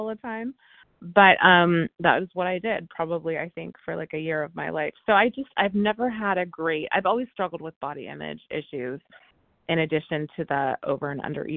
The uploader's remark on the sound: from the 100 Pounders Phone Meeting